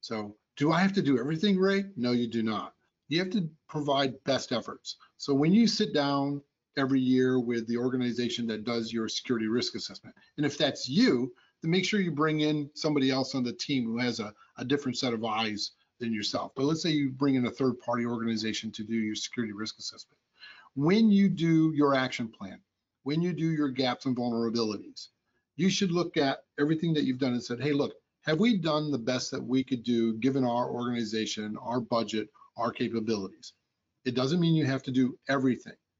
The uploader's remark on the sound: Audio Version of the Webinar